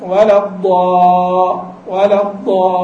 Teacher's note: في الضاد تجد مخرجها امتد من أدنى من أول الحافة إلى أدناها · Term: الاستطالة